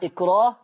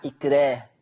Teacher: الكاف الساكنة دي ولا أي حرف ساكن هيمنع ترقيق الراء، الراء هترقق عند ورش · Shown in: second take · إلا لو كان الساكن ده صاد وطاء وقاف.